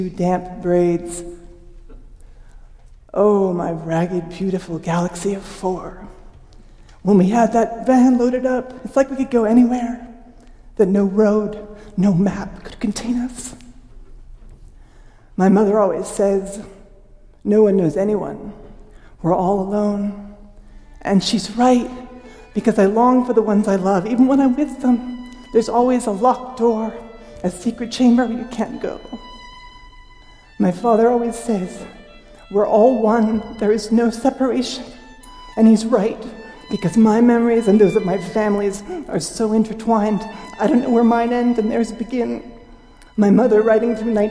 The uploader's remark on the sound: Paragraphs were shifted out of their natural order to work with the music, and the orchestral arrangements were shuffled and modified to jive with the beats of the story. This story was originally recorded at Augustana Arts.